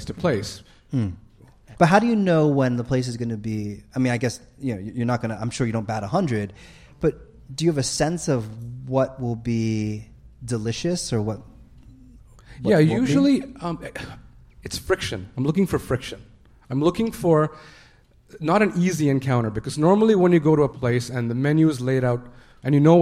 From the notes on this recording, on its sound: Live from Hot Docs Podcast Festival. This week’s show was recorded live at the Hot Docs Podcast Festival in Toronto.